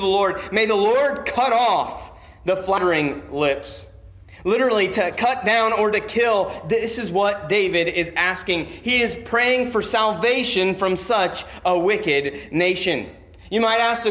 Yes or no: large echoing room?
yes